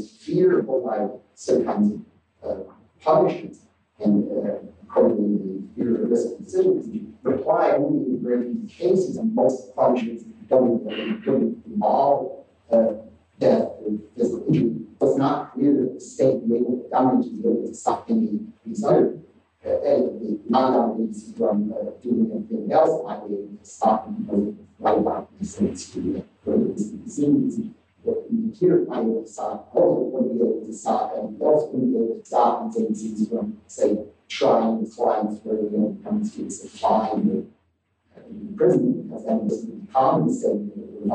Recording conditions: poor sound quality